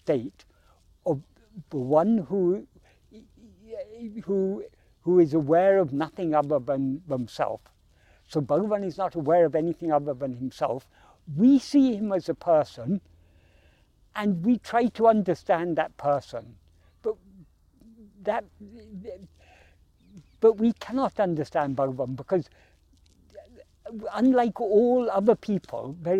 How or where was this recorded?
outdoors